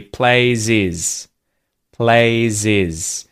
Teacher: we have H deletion where the H disappears